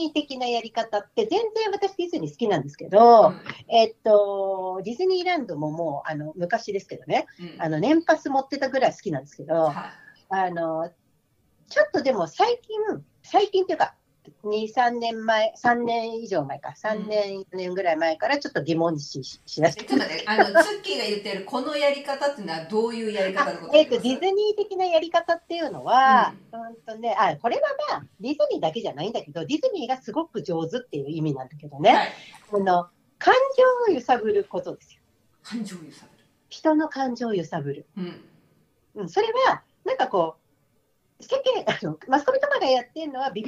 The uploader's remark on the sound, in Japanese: リモートでの収録となっているため、聴きにくい箇所があるかもしれませんが、ご了承いただければ幸いです。